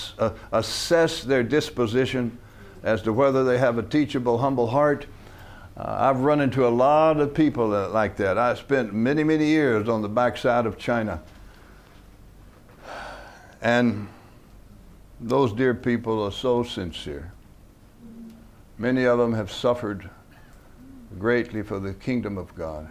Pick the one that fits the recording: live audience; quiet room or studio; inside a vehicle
live audience